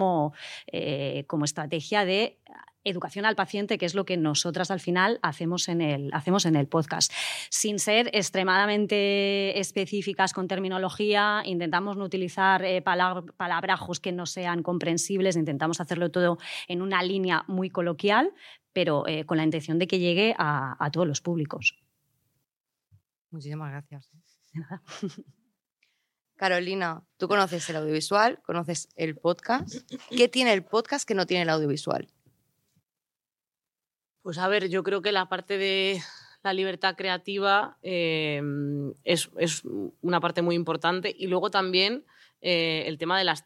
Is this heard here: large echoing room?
no